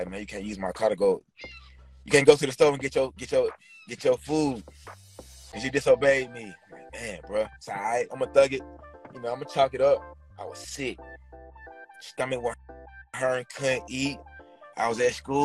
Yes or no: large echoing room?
no